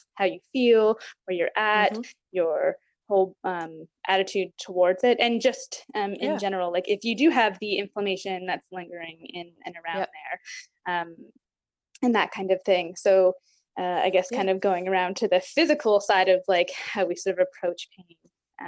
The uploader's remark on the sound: Please note we are currently practicing physical distancing due to the Coronavirus and we are recording the the MTP remotely.